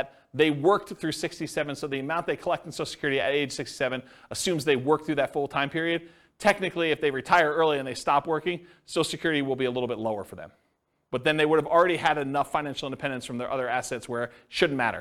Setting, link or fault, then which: setting, live audience